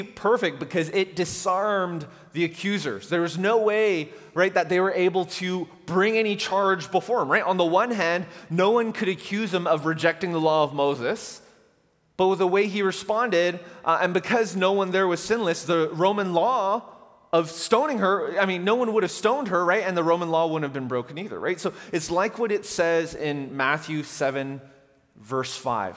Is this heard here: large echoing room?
yes